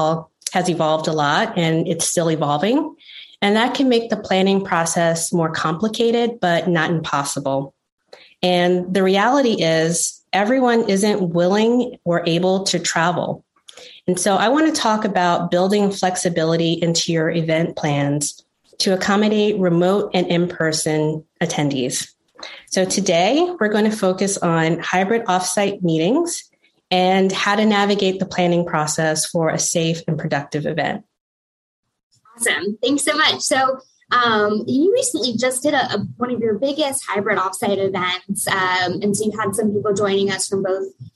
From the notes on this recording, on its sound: In this webinar recording.